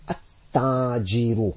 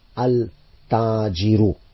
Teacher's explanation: If I prefix al to this word tajirun, then that lam won't be pronounced. · Shown in: first take · I cannot say al-tajiru.